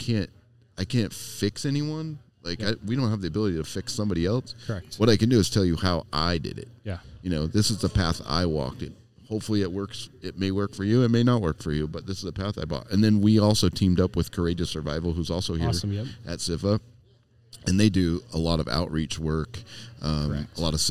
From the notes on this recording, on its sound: Live event. We take you on a dynamic journey with a live show in the bustling atmosphere of the "SIFA" Fire/EMS conference. We kick things off by diving into an engaging conversation with a phenomenal vendor at the conference.